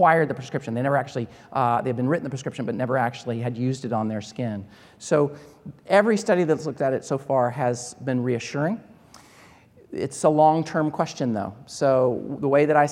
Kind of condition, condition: setting, large echoing room